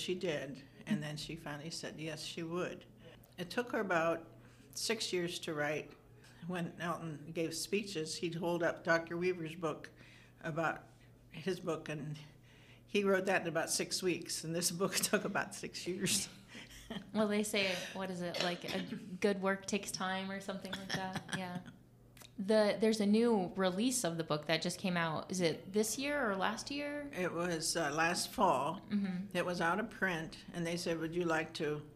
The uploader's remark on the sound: During Orrville Public Library's second annual Local Author Festival we sat down with the authors to chat about their books.